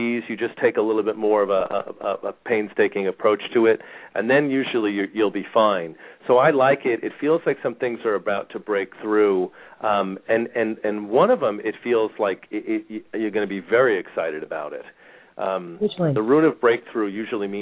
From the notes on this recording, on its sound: Callers may call in 15-20 minutes into the live show with questions or comments and 5 minute mini navigational consultations. We will open up the phone lines early today for questions and comments.